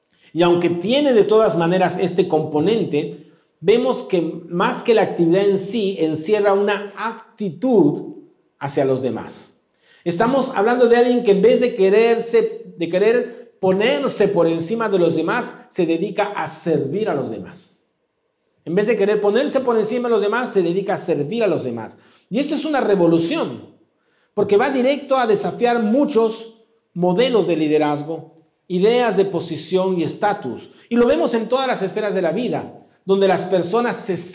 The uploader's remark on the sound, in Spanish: presentado en vivo el domingo 9 de octubre de 2022